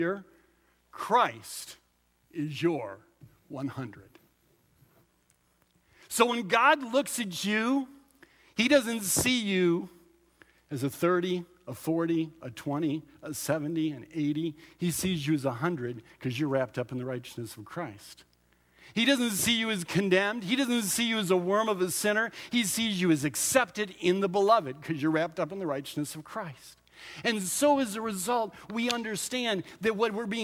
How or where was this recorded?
large echoing room